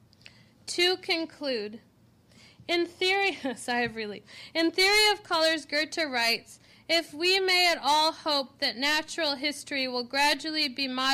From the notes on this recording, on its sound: This lecture was given September 20, 2013, at New York University.